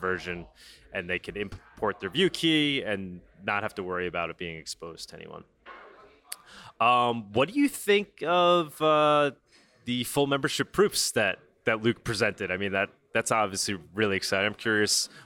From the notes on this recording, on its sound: LIVE at MoneroKon23. From MoneroKon23 in Paralelni Polis, Prague!